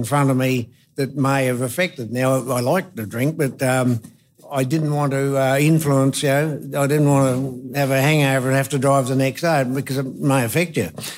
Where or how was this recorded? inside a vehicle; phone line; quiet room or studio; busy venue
busy venue